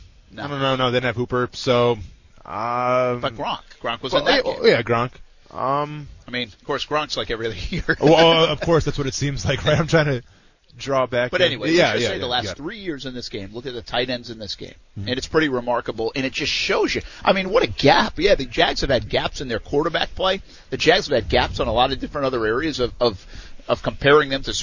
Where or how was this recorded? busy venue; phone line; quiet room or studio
busy venue